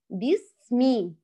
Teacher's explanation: وصلت، لم أقول بسمي يعني قطعت ثم بدأت بالميم، لا، خليت الصوت يجري إلى وصولي للميم، ثم الصوت انقطع ذاتيا